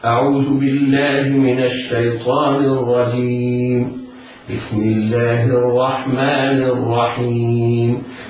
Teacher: على القارئ في الراء المشددة ألا يبالغ في التكرير، لأن ابن الجزري يقول وأخف تكريرا إذا تشدد، وليس المراد بإخفاء التكرير منعه بالكلية، وإنما تنطق في ثلاثة، تنطق هكذا: أعوذ بالله من الشيطان الرجيم، بسم الله الرحمن الرحيم.